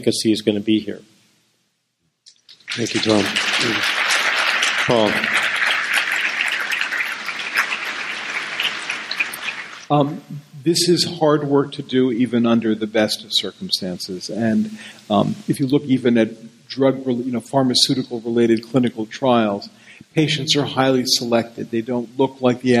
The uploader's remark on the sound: Live from Psychedelic Science '17 in Oakland